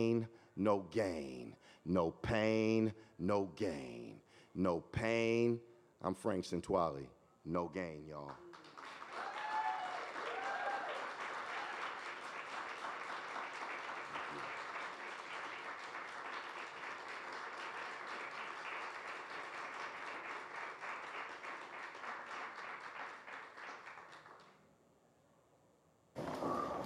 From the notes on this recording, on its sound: This EDTalk was live streamed from Icehouse in Minneapolis, MN on April 19, 2023.